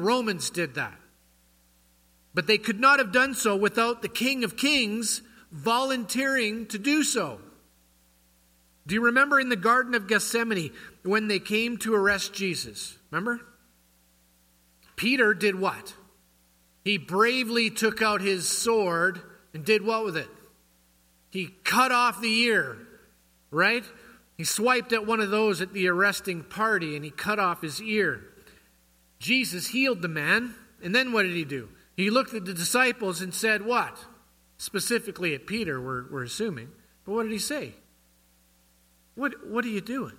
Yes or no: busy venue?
no